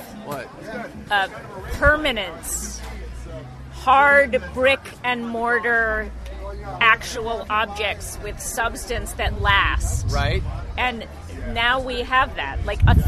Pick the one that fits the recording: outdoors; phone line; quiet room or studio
outdoors